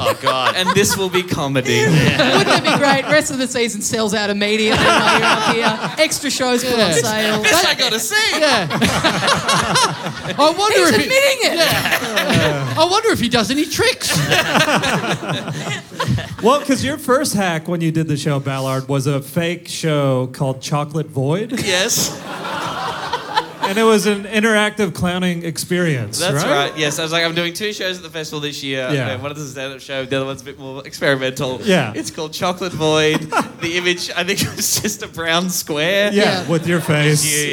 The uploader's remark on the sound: Live in Melbourne